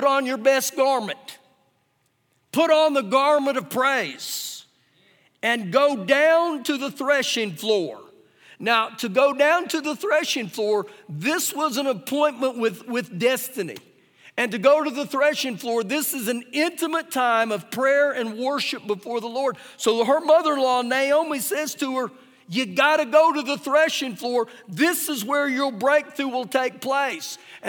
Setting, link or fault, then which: setting, large echoing room